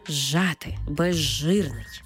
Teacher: з перетворюється на ж і маємо цей подовжений звук ж